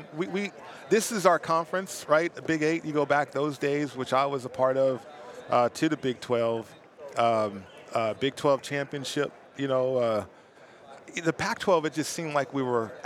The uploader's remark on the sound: live from Las Vegas at Super Bowl LVIII Radio Row